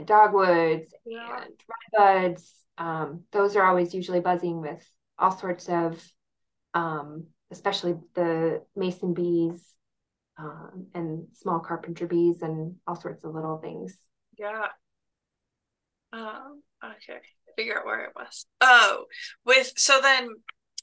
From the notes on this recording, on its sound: This is our first interview over Zoom so the audio does sound a little different at times